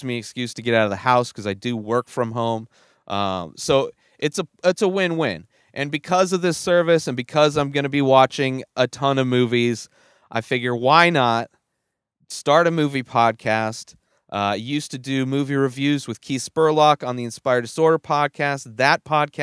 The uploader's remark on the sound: Directly from the movie theater to the back of his van to record his thoughts and opinions.